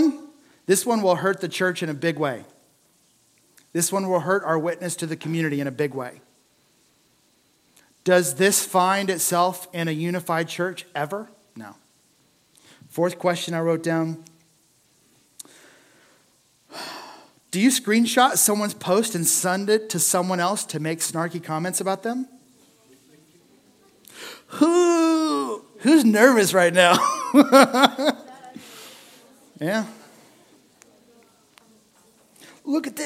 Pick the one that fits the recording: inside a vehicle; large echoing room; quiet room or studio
large echoing room